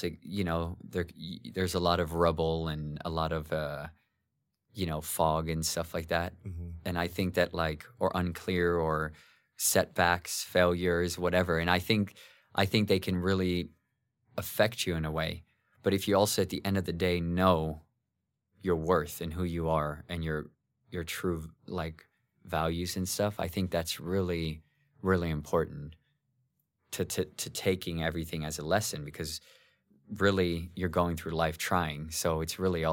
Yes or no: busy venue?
no